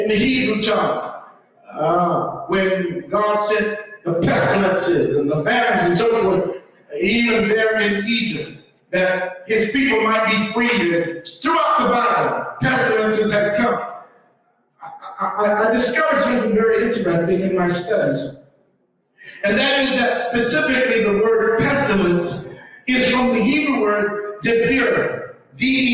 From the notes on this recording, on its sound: We apologize in advance for the audio as we were having technical difficulties.